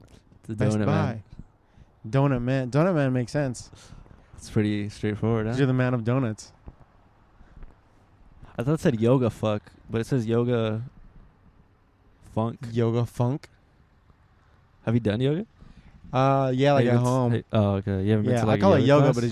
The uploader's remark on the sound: pod outside our local World Famous DONUT MAN